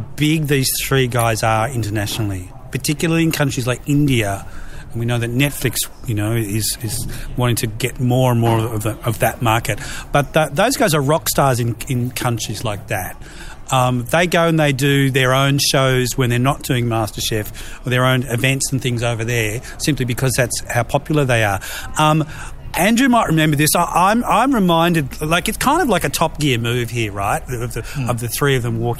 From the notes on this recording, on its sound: A special recording from the new Foxtel on Oxford venue